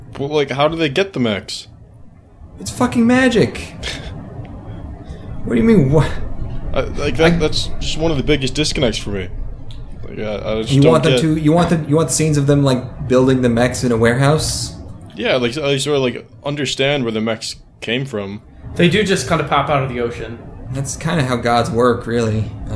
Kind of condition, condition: fault, poor microphone